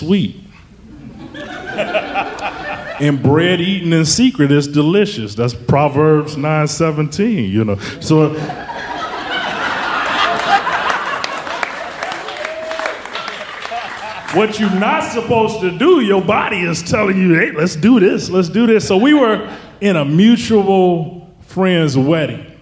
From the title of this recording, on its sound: Live From Chicago